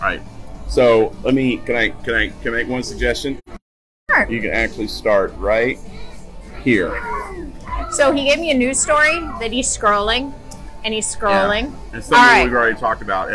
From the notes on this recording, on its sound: WDW Parkhoppers LIVE coming to you from Splitsville at Disney Springs